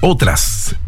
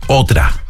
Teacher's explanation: ella habla de que nosotros no pronunciamos la S · Shown in: second take